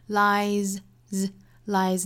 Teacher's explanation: lie 这个词后面加的这个 s 应该读浊音